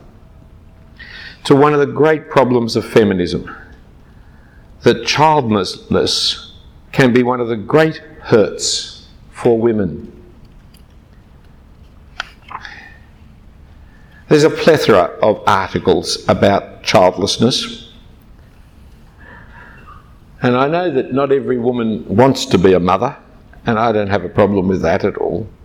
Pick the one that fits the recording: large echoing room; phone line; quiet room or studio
large echoing room